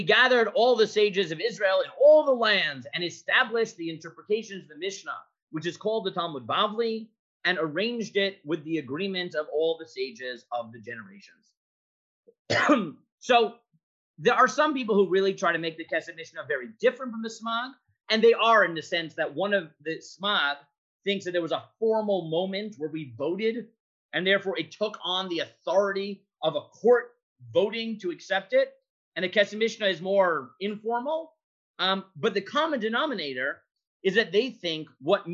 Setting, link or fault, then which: link, video call